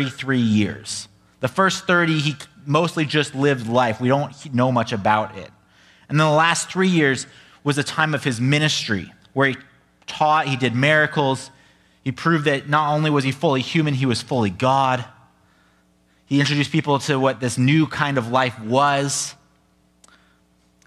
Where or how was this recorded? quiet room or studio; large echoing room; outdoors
large echoing room